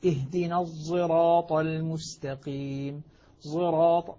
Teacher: خلط الصاد زايا بحيث تصبح الصاد كأنها قريبة من الزاي لكن الصاد فيها أشمل يعني أوضح، الصاد أوضح، ما نقول الزراط أز ولا نقول أز بحيث الصاء يعني تكون أوضح، خليها تكون الصاد أشمل. · استعلاء الصاد واضح واضح الاستعلاء، وأيضا الإطباق في الصاد موجود · Term: إشمام الصاد زايا، الإشمام